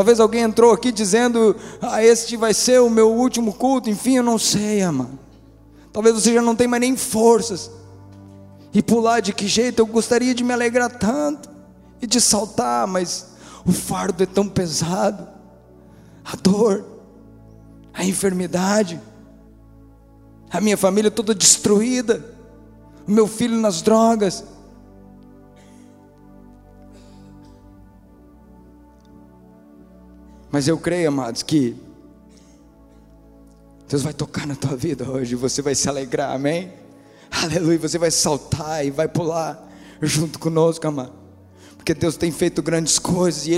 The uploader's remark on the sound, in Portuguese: Esta mensagem foi gravada ao vivo no dia 10 de Agosto de 2014 num domingo a noite.